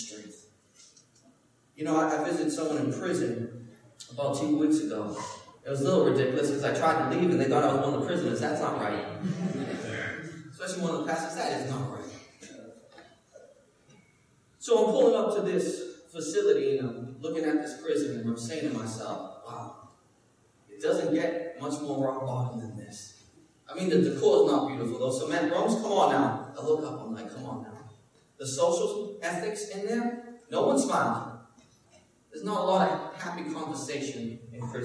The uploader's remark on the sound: Preached at Restoration Road church on March 19, 2017.